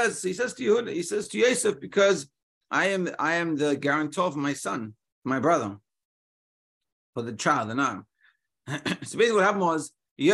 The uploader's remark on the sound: Daily Zoom Shiur